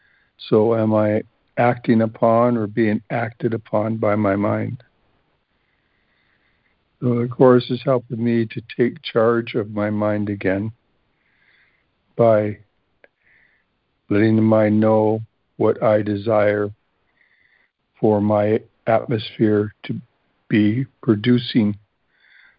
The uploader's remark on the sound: ACIM Daily Conference Call